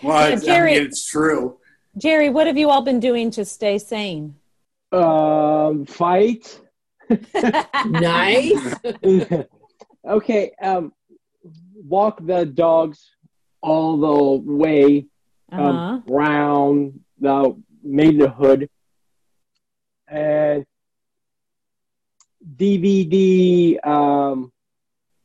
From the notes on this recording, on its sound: Crew is staying home and staying connected, and recorded this episode by Zoom.